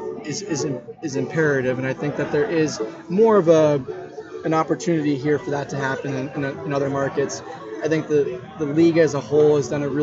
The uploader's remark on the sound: first time at Birdsong Tap House in NoDa